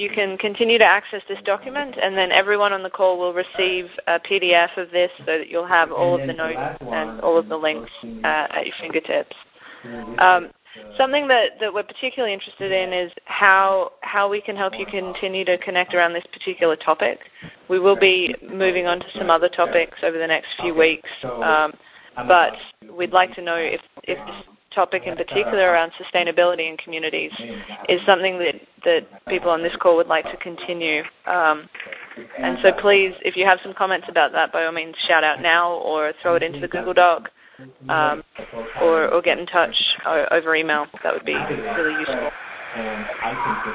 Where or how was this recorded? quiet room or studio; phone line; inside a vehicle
phone line